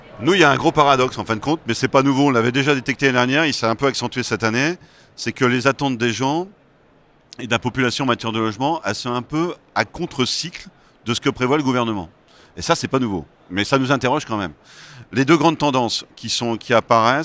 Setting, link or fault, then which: setting, busy venue